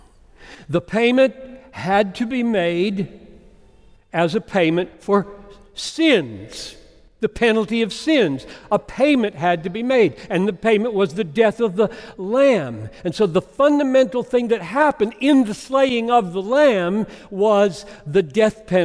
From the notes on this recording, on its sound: Preached this message at Bethlehem College &amp; Seminary in Minneapolis. Preached this message at Bethlehem College & Seminary in Minneapolis.